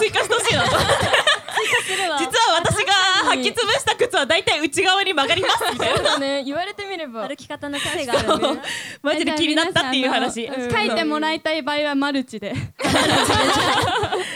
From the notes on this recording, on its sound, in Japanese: BPMの主催ライブイベント「どどっとドットvol.14」で行った公開収録パートの模様もお楽しみ頂けます。